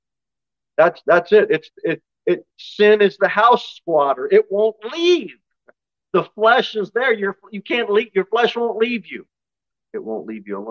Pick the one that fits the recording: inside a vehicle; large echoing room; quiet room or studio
large echoing room